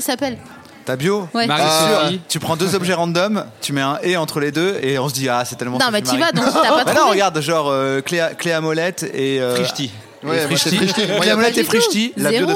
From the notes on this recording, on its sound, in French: Enregistré le 05 décembre 2018 au Pavillon des Canaux (39 Quai de la Loire, Paris 19e).